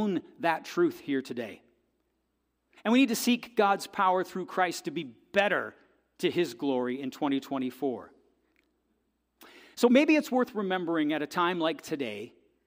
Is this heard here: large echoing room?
yes